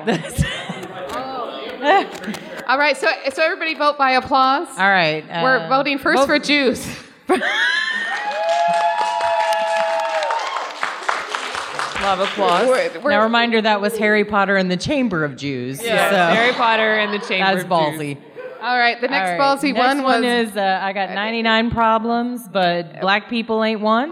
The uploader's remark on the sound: Cards Against Humanity LIVE at Comicpalooza! We had our very own panel where we recorded with a live audience. Didn’t freak out that a 9-year old was in the room with her headphones blaring.